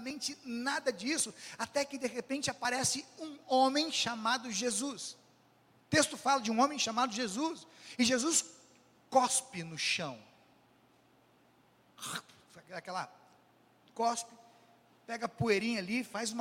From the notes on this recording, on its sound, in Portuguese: Culto ao vivo do dia 26 de março de 2023, da Congregação Evangélica Luterana da Esperança, de Brasília (DF).